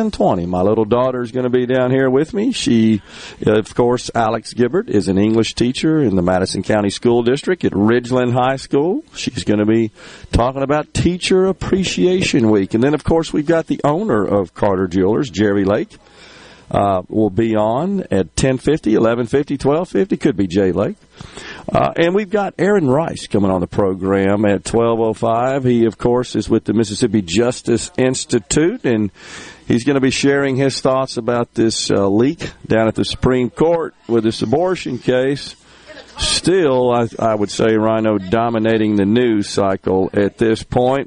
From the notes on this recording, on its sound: MidDays is LIVE from Carter's Jewelers getting ready for Mother's Day with their big "Balloon Pop" sale!